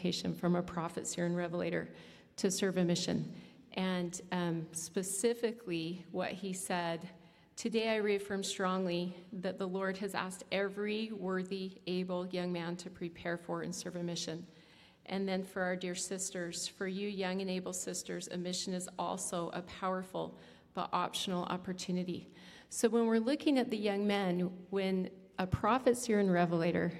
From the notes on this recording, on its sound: At the Together in Christ YSA Conference in Salt Lake City. This episode was filmed in front of a live audience and the video can be seen on You Tube.